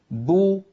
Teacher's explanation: فإن كانت الباء مضمومة خرجت الباء المضمومة بالتباعد بين الشفتين، وصاحب ذلك انضمام للشفتين بو. إذن هناك مصاحبة.